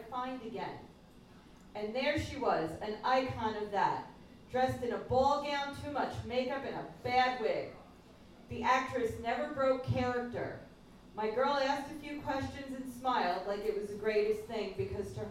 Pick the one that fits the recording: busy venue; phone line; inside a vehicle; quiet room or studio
busy venue